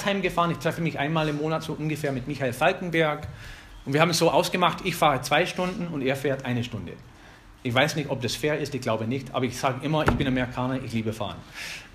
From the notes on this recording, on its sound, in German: Eine Predigt aus der FBG Oberpfraundorf